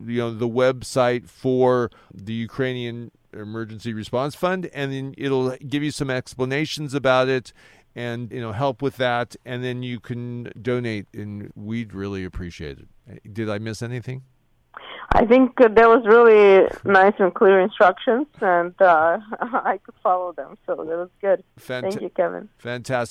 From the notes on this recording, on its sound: Special LIVE broadcast. Helping out with phone-in guests. Phone calls from Germany, Hollywood and Armenia,southern CA.